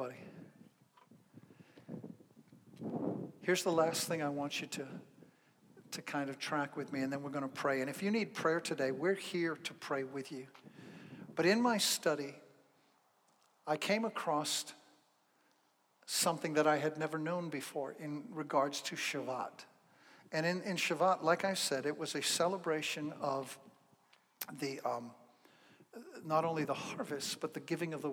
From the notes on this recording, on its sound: Zion Fellowship in Canandaigua, NY. This episode is the first live sermon he gave after the shut down due to Covid-19 in the parking lot of the church.